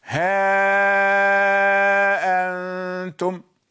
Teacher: طبعا بالمد 6 حركات لا يتغير، وبالتسهيل مع المد والقصر: ها أنتم، لا تنطق الهمزة ولكن بين بين، ما أنتم، ما أنتم، مع المد والقصر. · Term: بالتحقيق